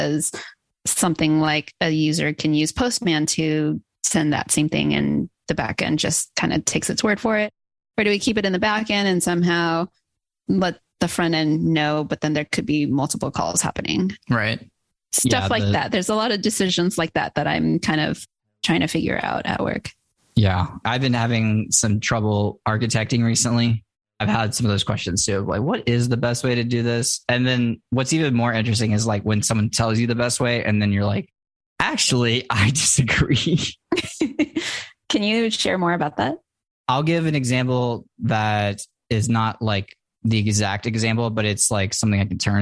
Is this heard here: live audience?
no